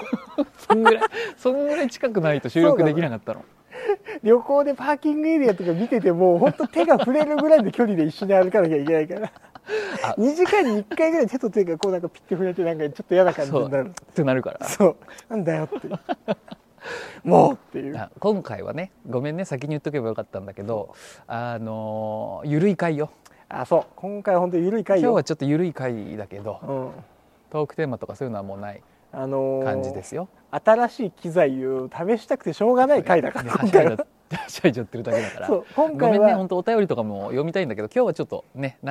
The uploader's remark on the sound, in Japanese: 実験回 新機材で夜の街に繰り出そう(音質修正版)。